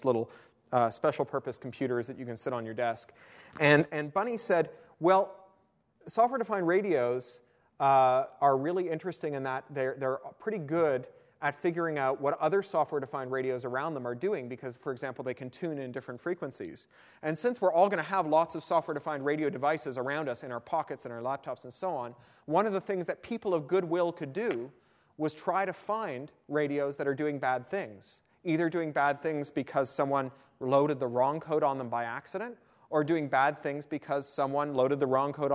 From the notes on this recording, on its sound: attended my University of Toronto iSchool talk